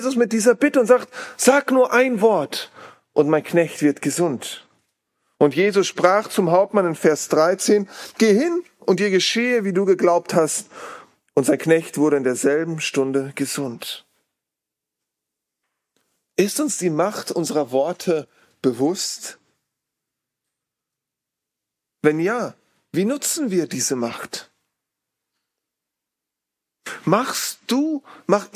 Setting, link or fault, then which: setting, large echoing room